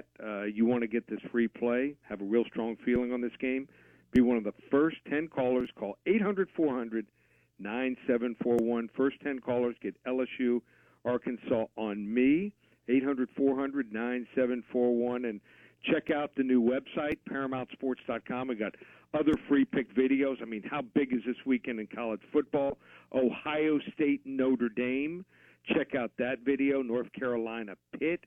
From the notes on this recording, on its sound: Joins the show on the Farm Bureau guest line talking about what bets to take for the weekend live in the BankPlus Studio.